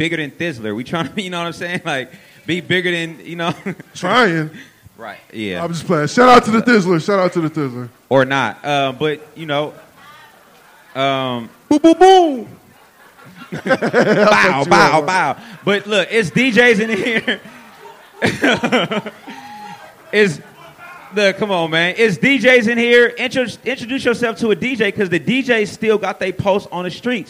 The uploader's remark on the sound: answer questions from the audience at the History of the Bay Day Party.